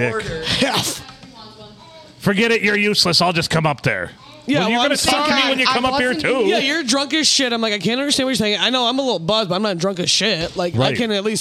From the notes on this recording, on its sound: Recorded at the Blue on a wild Monday night in lovely Port Sanilac.